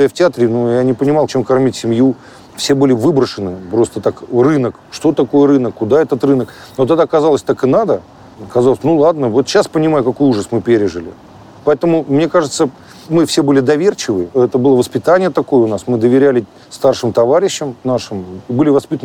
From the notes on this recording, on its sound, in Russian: Интервью с ним мы записывали в парке, в перерыве между съемками нового фильма, которые шли у него с самого утра. Поэтому звуки все настоящие - пение птиц, голоса прохожих, шум машин и летнего дождя, который начался в середине разговора и закончился в конце.